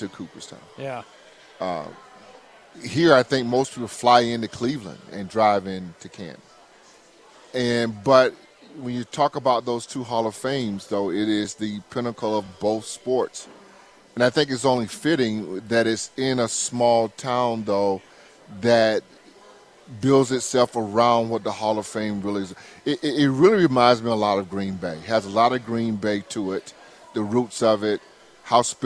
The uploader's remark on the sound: Live From Canton Ohio Home of the NFL Hall Of Fame